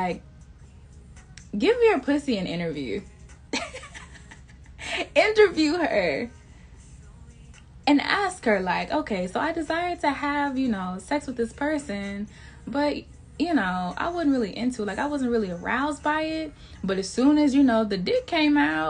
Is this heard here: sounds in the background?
yes